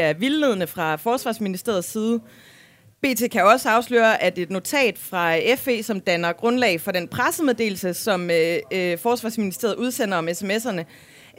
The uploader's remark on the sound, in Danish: Live fra Folkemødet